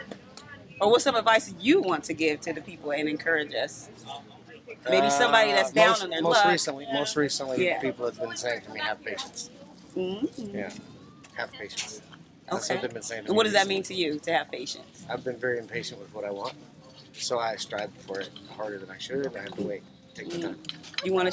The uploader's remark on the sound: It wouldn't be authentic Venice Beach if you wasn't caught off guard by an interesting person or two. Live at Venice Beach.